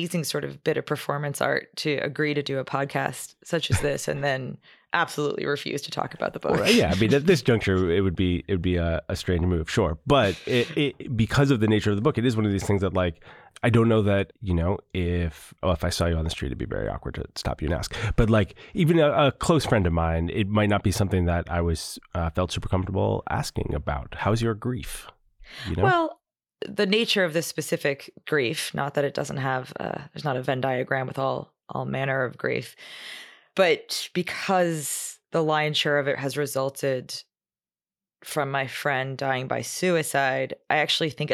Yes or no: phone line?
no